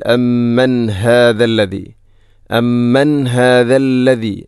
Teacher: ഇവിടെ അമ്മൻ ശേഷം ഹാഇൻ്റെ ശബ്ദം കൃത്യമായിരിക്കണം, തൊണ്ടയുടെ ഏറ്റവും അടിഭാഗം